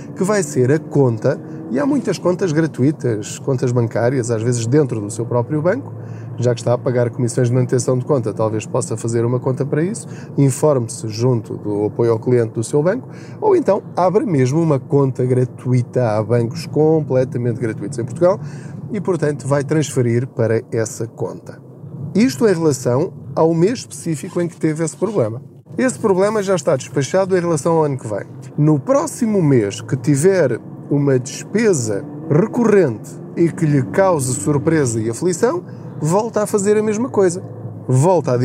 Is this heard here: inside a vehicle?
yes